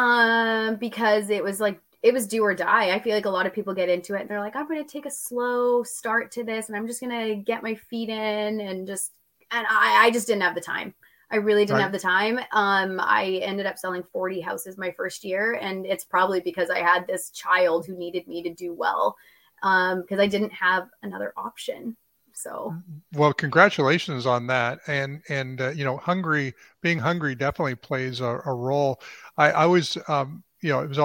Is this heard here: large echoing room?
no